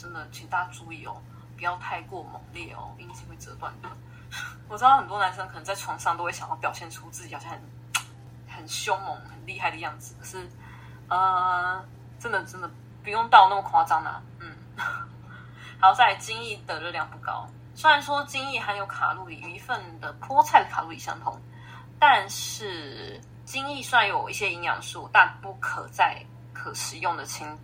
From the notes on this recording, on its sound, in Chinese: 但因為這次硬碟出了點問題，所以二次錄音下沒有收音的很好。如果有聽到一些雜音也請多多包涵。